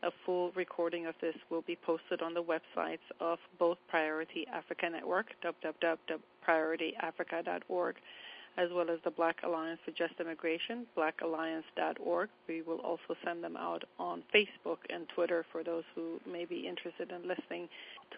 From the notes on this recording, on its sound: On Thursday March 31st we held our 3rd national teleconference. Then had a discussion with call participants.